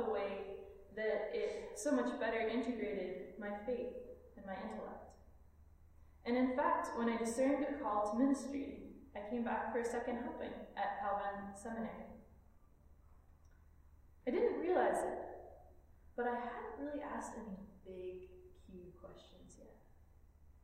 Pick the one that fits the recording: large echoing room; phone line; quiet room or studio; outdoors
large echoing room